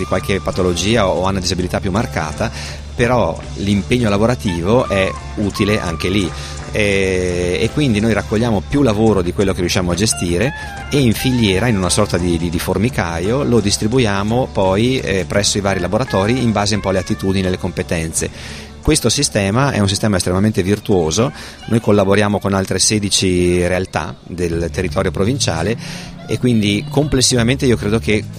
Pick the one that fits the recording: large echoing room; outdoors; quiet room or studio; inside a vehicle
outdoors